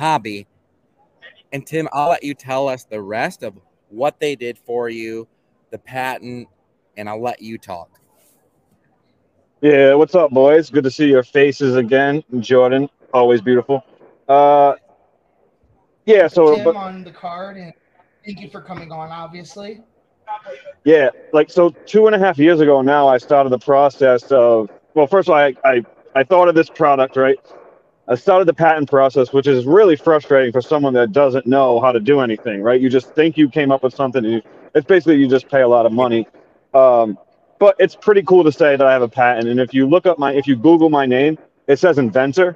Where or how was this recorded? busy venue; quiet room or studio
busy venue